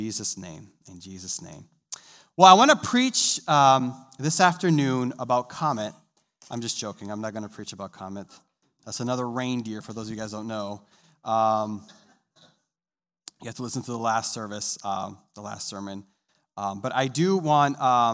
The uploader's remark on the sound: This sermon was recorded live on January 2nd, 2022, at Newark United Pentecostal Church.